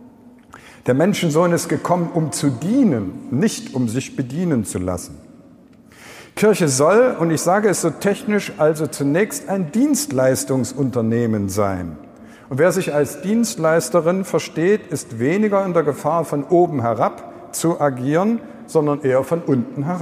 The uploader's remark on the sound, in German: Eröffnungsvortrag bei der kirchlichen Fachmesse und Ideenbörse " die pastorale " in Magdeburg. Wir danken dem Offenen Kanal Magdeburg für die Bereitstellung der Aufnahme!